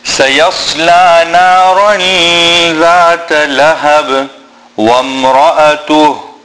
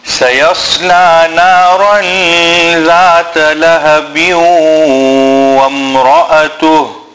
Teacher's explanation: Or we can read سَيَصْلَى نَارًا ذَاتَ لَهَبٍ وَامْرَأَتُهُ. Remember, when joining, then there must be a nasal sound when joining the ba to the waw. · Shown in: second take